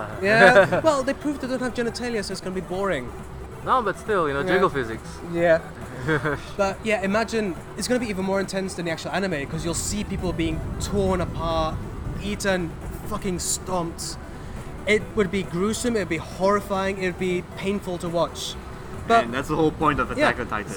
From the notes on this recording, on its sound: This episode was recorded live during a thunderstorm from the carpark of the cinema so apologies for the sound quality.